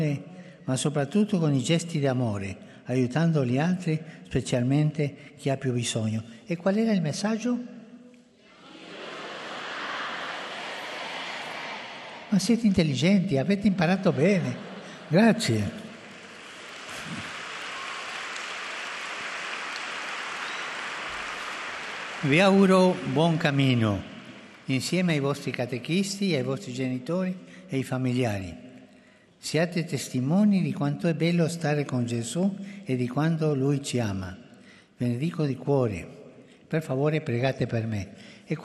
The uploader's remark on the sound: FROM TH PAUL VI HALL